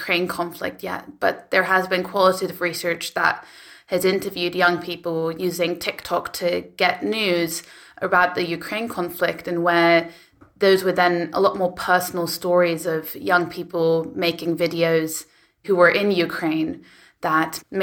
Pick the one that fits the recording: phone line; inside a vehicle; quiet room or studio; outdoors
quiet room or studio